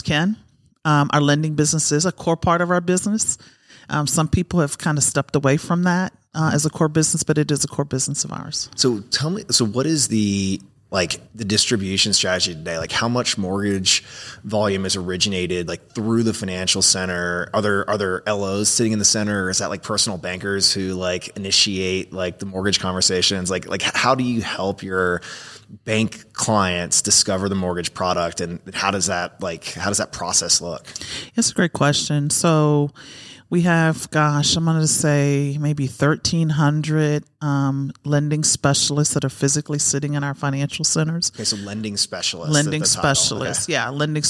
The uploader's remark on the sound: during our HousingWire Annual event